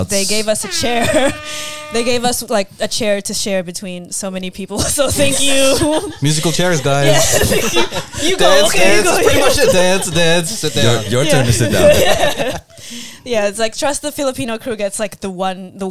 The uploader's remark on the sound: Live at the Lord Gladstone Hotel